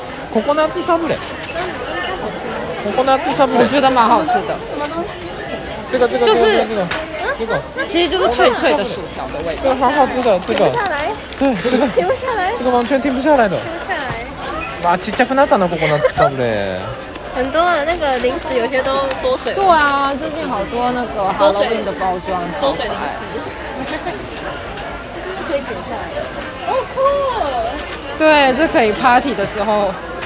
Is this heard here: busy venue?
yes